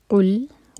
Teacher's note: قاف کو حلق سے نکالیں گے